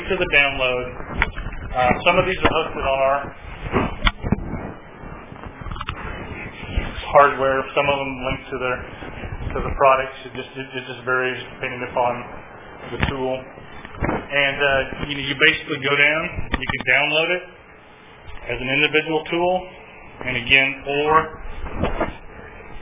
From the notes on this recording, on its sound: At the March 2010 Heartland eLearning Conference at the University of Central Oklahoma. My apologies for background noise. Wore my recorder and it made a lot more noise than I thought it would as a wearable device!